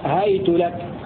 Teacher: بفتح الهاء وياء ساكنة وضم التاء